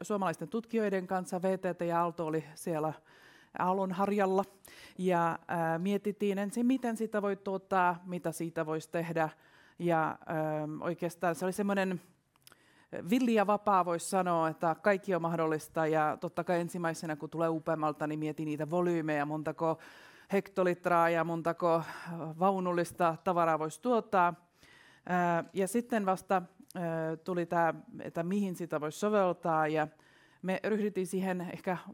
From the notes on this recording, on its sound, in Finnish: ÄLY2022-tapahtuma järjestettiin 12.5.2022 hybridimuotoisena kutsuvierastilaisuutena Pikku-Finlandiassa sekä kaikille avoimena online-tapahtumana. Tämä jakso on myös historian ensimmäinen ÄLYcast LIVE -taltiointi.